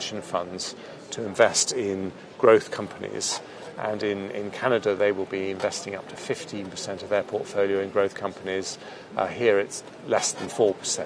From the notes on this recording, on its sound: on the sidelines of the Conservatives Party Conference in Manchester